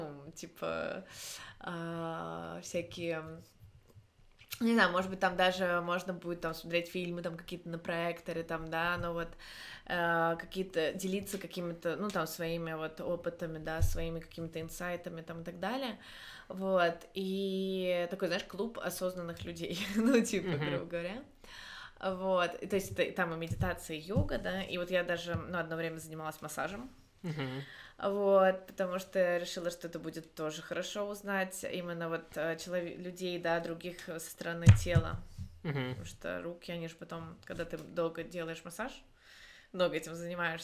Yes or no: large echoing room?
no